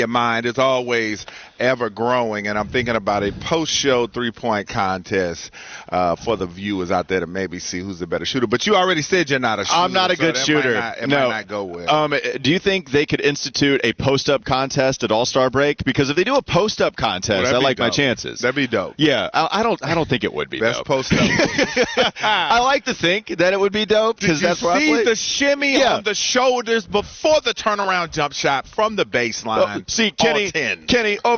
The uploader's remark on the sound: Get off the bus live from Panthers training camp.